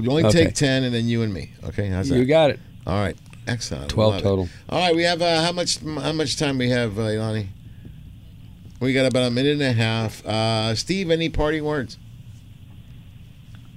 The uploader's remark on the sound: On AM 830 KLAA. "LIVE" from Angel Stadium in Anaheim, CA.